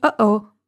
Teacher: There is a stop before the A, as in the English expression uh-oh. The sound in the middle of uh-oh is a glottal stop.